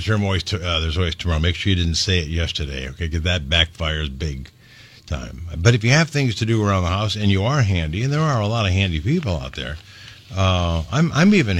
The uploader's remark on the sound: Phone call from a consultant